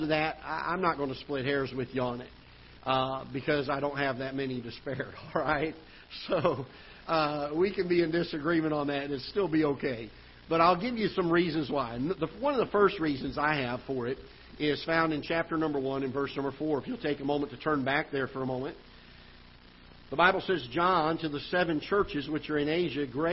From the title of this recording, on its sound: Ketha Heights Baptist Church ~ Live Broadcast